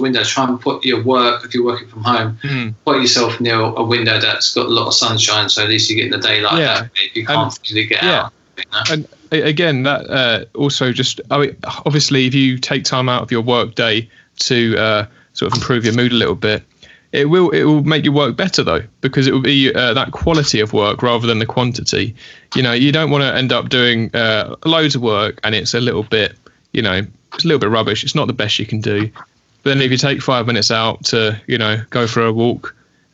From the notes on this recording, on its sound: This episode was recorded over Skype due to the coronavirus lockdown safety measures.